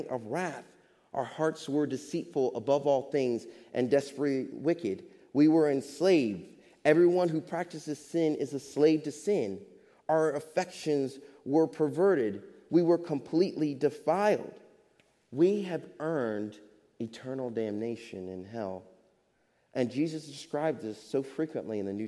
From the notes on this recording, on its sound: Faith Baptist Church in Hamilton, NJ.